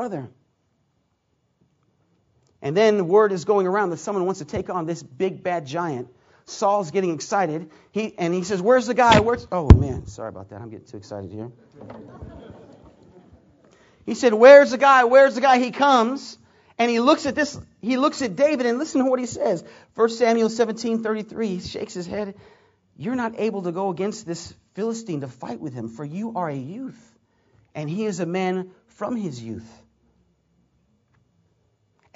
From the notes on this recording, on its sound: Preached at McMinnville Conference 2009